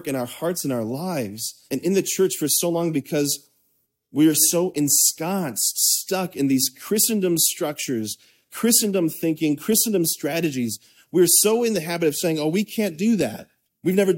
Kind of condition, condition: setting, large echoing room